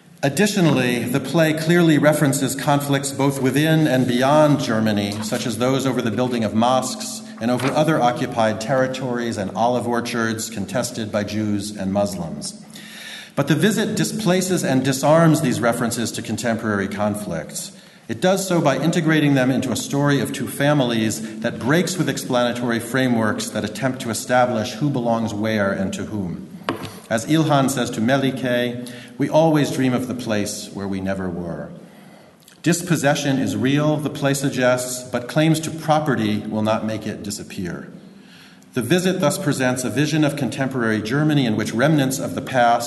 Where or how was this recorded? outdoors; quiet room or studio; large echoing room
large echoing room